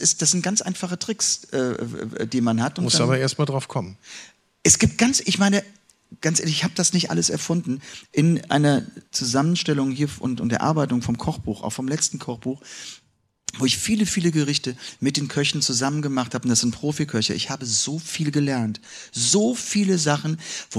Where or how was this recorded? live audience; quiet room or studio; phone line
live audience